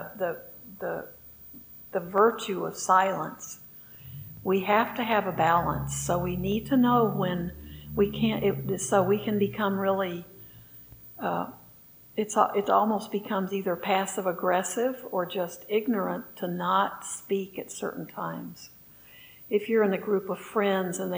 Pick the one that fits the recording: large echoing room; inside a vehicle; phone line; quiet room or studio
large echoing room